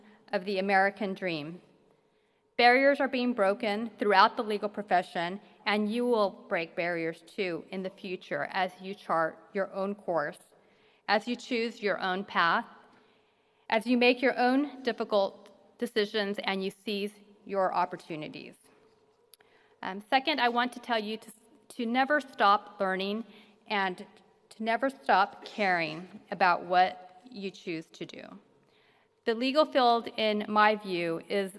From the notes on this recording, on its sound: gives the keynote address at the 55th annual commencement ceremony of the UC Davis King Hall School of Law